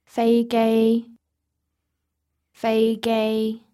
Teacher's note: Now, the way you say airplane is 飞机飞机 That is two first tones, one next to the other.